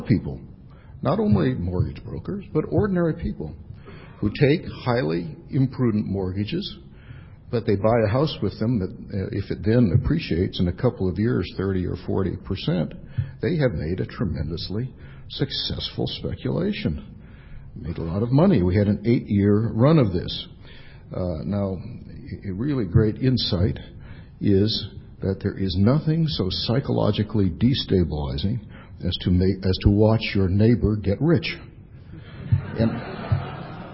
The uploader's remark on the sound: The Federalist Society's Financial Services & E-Commerce Practice Group presented this panel discussion at the 2007 Annual National Lawyers Convention.